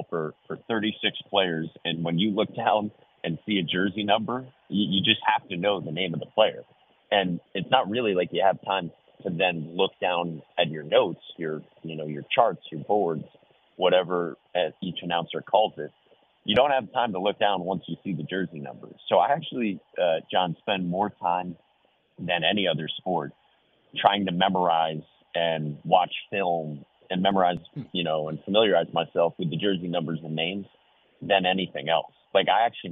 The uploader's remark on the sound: Calls in Live